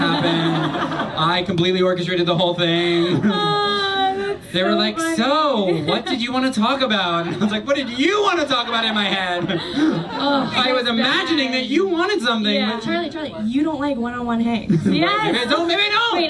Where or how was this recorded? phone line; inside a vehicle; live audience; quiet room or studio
live audience